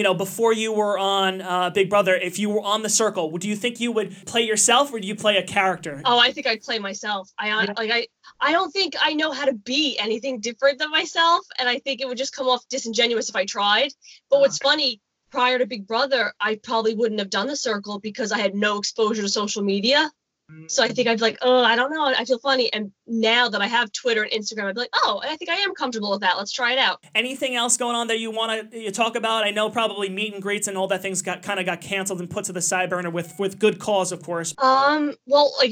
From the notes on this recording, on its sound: Via Skype.